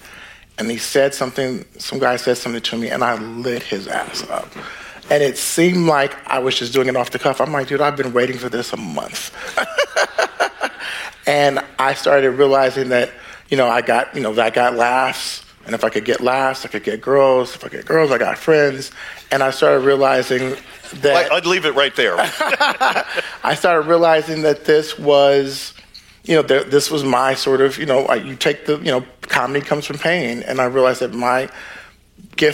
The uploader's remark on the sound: Recorded March 1, 2023 at the Upfront Summit